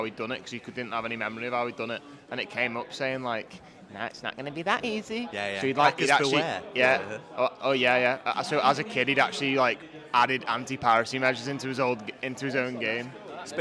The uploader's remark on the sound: EGX 2022 LIVE!